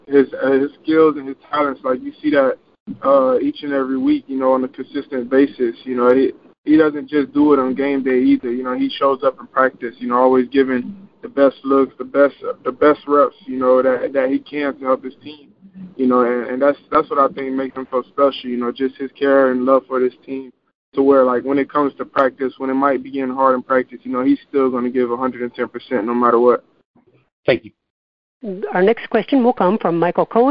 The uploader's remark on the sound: National Championship Game Teleconference